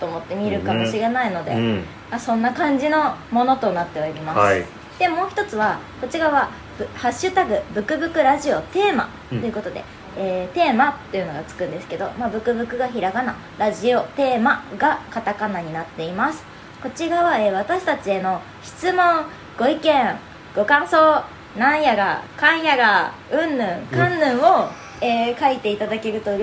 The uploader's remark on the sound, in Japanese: 今回、録音の不備により、多少のノイズが混ざっております。